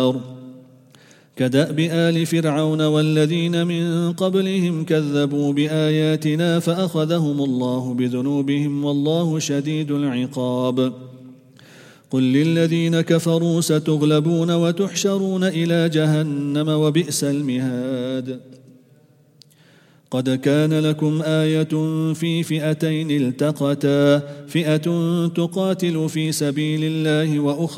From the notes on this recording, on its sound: Quraan Recitation Morning 2. At the Houghton Masjid (West Street).